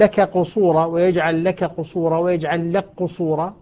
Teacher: أدغمنا الكاف في القاف